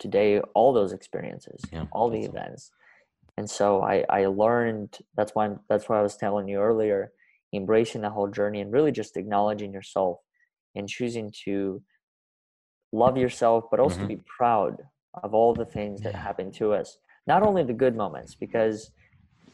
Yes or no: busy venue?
no